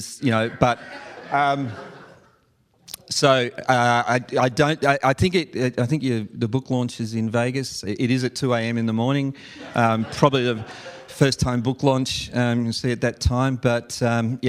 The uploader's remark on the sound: live event coverage of the VeraSage Symposium